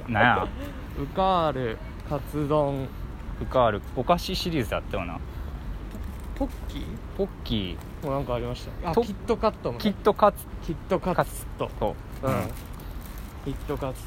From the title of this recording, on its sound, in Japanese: 安全第一お散歩収録